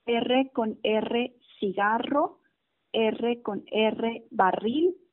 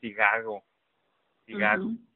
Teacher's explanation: hay que dejar la lengua detrás de los dientes y soltarla para que vibre un poco · Shown in: first take · Term: la R